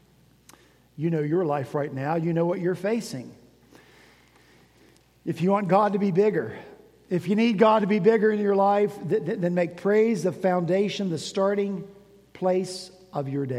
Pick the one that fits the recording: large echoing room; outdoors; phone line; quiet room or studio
large echoing room